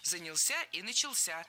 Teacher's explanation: Запоминаем оба, в них ударение ставим на последний слог.